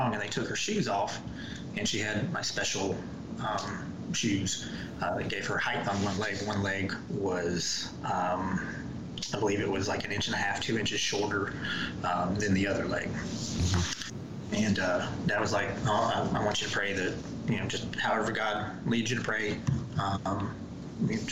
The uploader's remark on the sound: We had numerous technical issues getting through this episode.